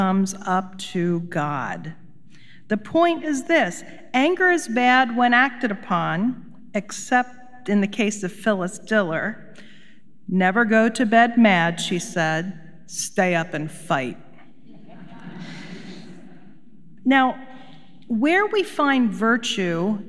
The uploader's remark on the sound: Recorded live at Beatitudes Church in Phoenix, AZ.